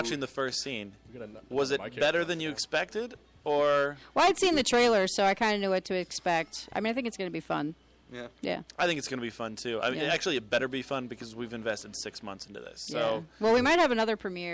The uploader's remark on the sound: We are live from the Provoked Premiere!